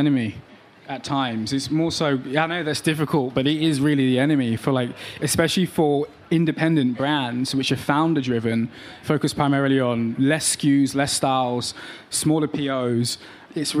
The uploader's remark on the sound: on stage at WPP Stream, during the annual Cannes Lions International Festival of Creativity